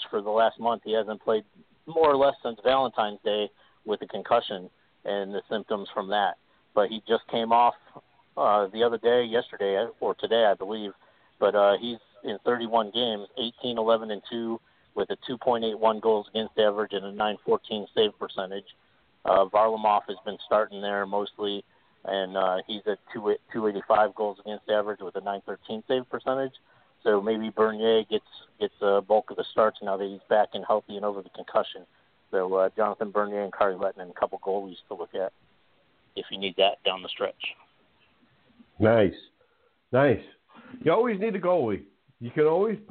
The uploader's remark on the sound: A SPECIAL CALL IN GUEST!